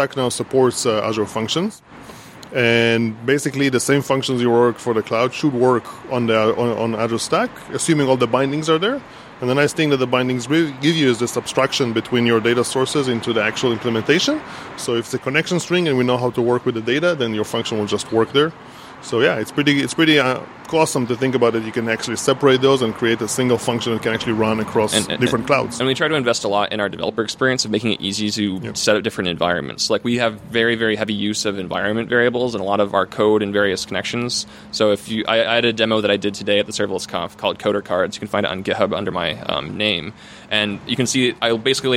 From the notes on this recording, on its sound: From ServerlessConf in Austin. Sorry for the background noise, we had to record outside.